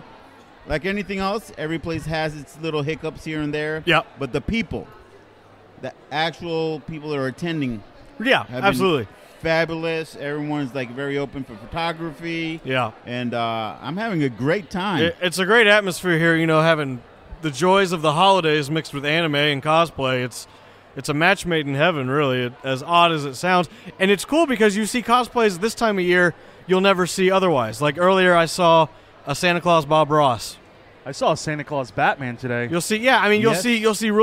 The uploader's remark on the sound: Here is the official iNerdia Live Podcast taken from the floors of this years Holiday Matsuri 2017 held in Orlando, FL.